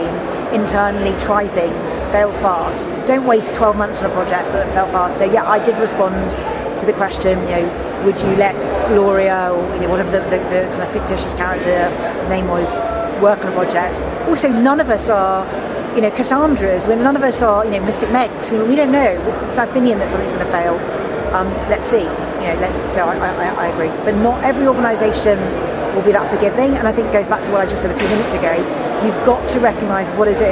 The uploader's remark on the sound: Interviews from Paris. This day two interview from the Paris show.